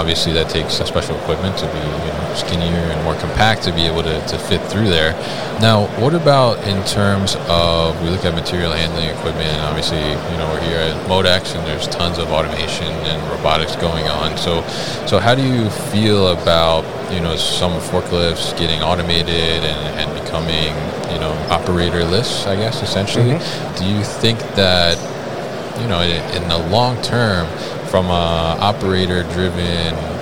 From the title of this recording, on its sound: ePicker at MODEX 2022